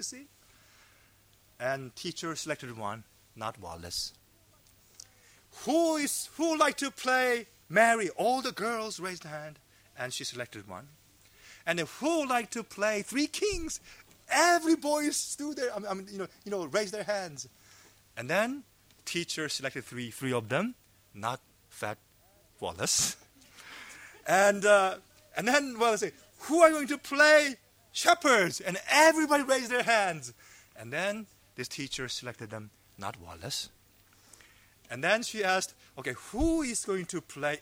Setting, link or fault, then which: setting, large echoing room